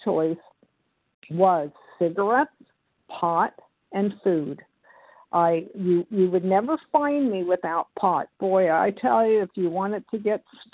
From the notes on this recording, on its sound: from the 100 Pounders Phone Meeting, 5/10/23